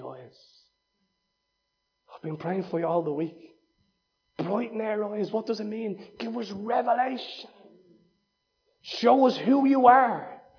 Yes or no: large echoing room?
yes